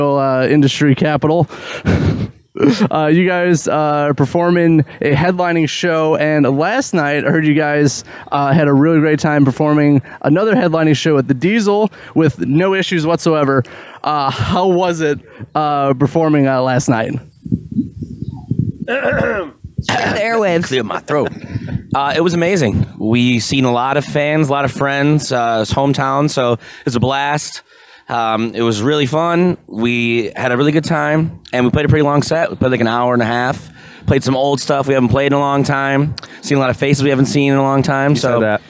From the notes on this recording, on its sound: Before their headlining show at The Music Factory in Battle Creek, Michigan. Episode was filmed on location at The Music Factory in Battle Creek, Michigan.